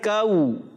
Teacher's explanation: کاو میں واو جب آتا ہے تو ہونٹوں کو گول کرنا پڑتا ہے، پیش آتا ہے تو ہونٹوں کو گول کرنا پڑتا ہے، اور دو پیش آ جائیں تو بھی ہونٹوں کو گول کرتے ہیں. · Term: واو لین